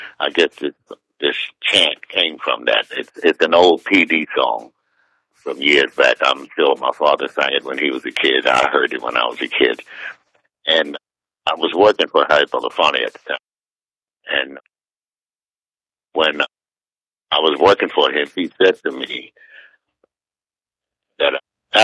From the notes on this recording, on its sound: From our radio archives. This was recorded by phone in 2008.